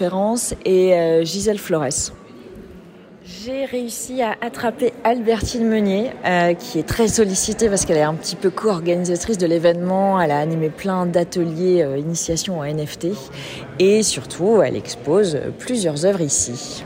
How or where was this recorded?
busy venue